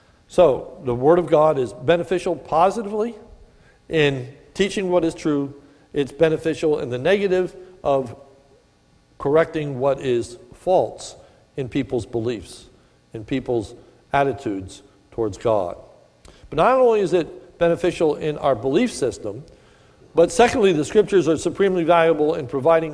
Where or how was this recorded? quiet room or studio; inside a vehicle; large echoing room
large echoing room